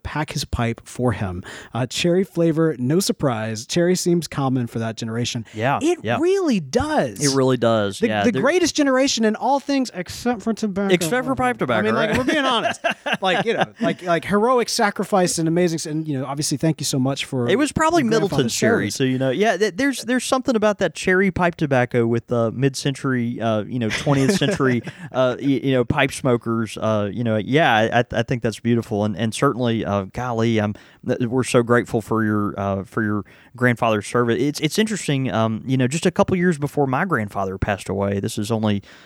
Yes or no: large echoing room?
no